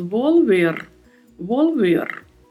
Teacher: E mais uma vez, atenção para o som da letra V, com leve som de B. E aqui nós temos dois Vs, então a atenção tem que ser dobrada também. · nós temos ainda o vibrato do R ao final da palavra